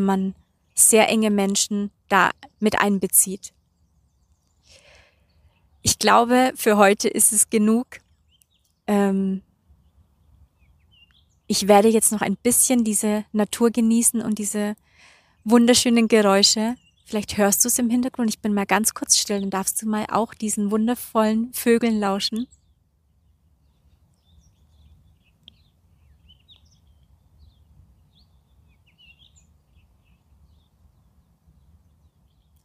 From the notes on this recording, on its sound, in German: Diese Podcastfolge wurde noch in Südafrika aufgenommen und enthält also, trotz des schweren Themas, wundervolle Energien und Naturgeräusche.